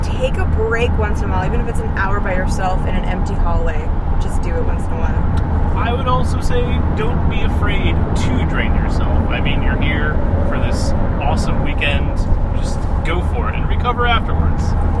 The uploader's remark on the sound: GenCon 2015. You'll hear from us on the road before day one, at the start of day three, and on our long road trip back home. Apologies for the ambient road noise and exhaustion.